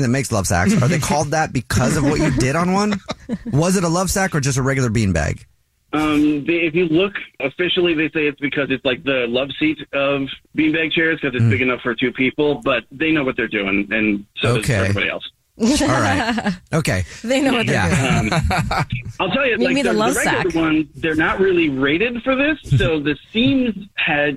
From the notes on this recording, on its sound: There is a guy on the phone